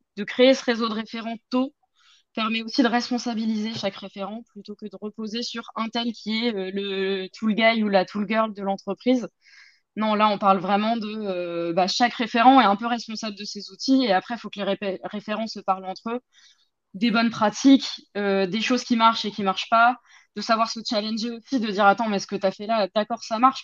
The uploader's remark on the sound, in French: la qualité audio étant anormalement mauvaise sur cet épisode